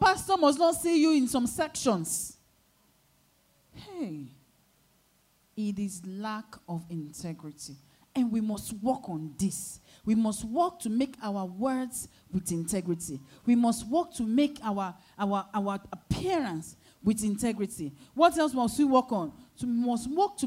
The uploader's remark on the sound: Sunday Service Held at Royal Grace Chapel, Lagos, Nigeria